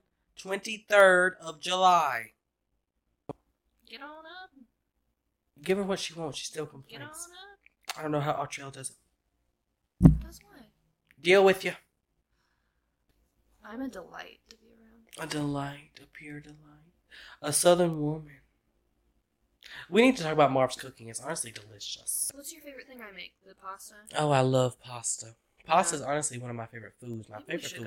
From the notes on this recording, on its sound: Please bare with us as we figure out better audio, lighting, and cameras in the future!